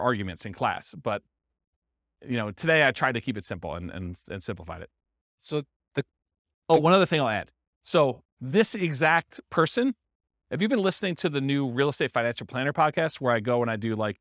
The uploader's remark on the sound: This was a live class recorded